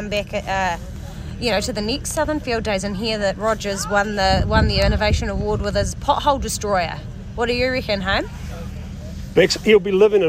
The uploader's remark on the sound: Live from the South Island Ag Field Days